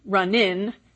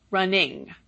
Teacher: It's the difference between the sound n, run in, and ing, running.